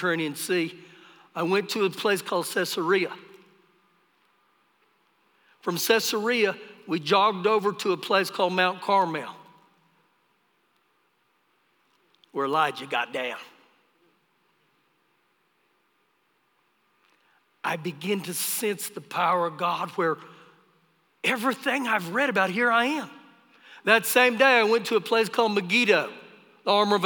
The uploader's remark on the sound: Recorded live during our Sunday morning service